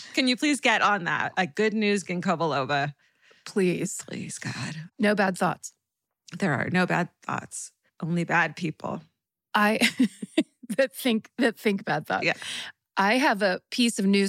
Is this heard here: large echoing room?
no